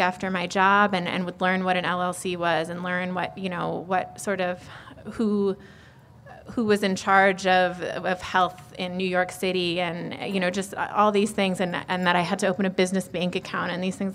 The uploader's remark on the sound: LIVE at Whole Foods Market Tribeca.